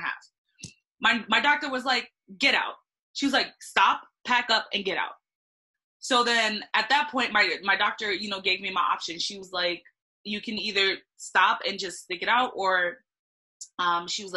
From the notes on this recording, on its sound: I am having a vent session with some of my friends via zoom